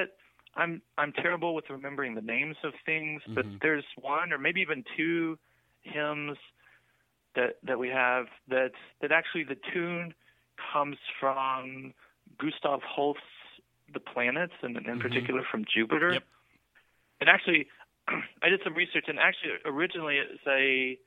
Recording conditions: phone line